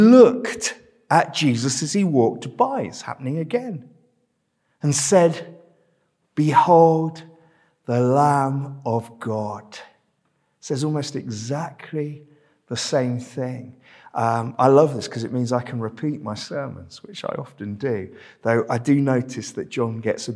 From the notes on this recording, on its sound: This sermon was preached at Welcome Baptist Church on Sunday 20th November 2022.